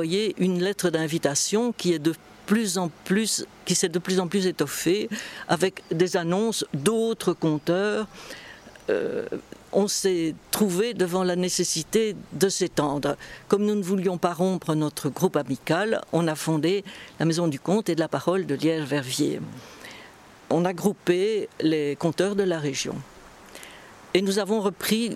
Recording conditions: busy venue